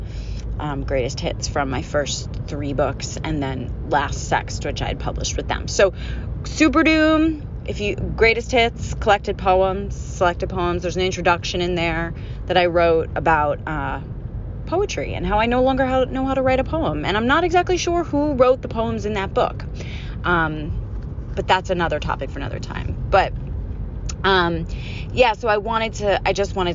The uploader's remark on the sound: Grieving alone in my car.